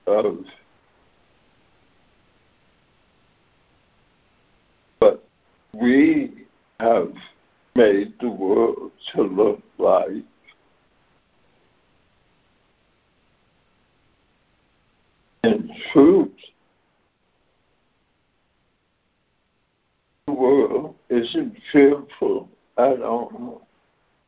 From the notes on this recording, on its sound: ACIM Daily Conference Call